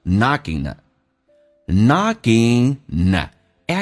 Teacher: knocking 跟 at 可以有一个连音， ing 结尾可以把 g 去掉